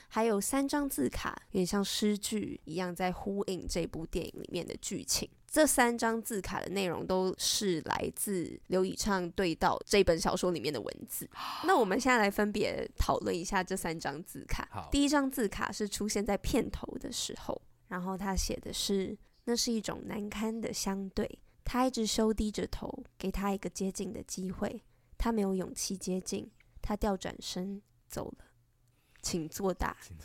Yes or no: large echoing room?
no